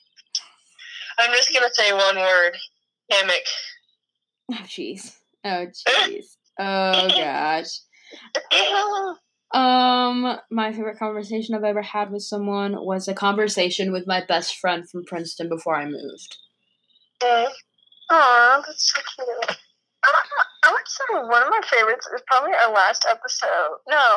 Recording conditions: poor sound quality